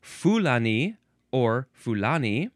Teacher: You can emphasize the first or the second syllable. Fulani or Fulani.